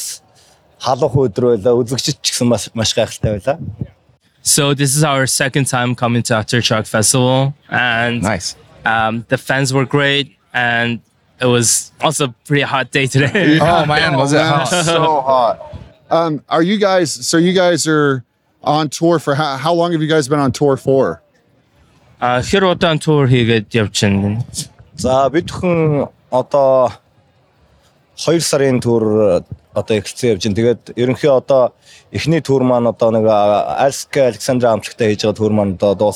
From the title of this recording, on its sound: Live at Aftershock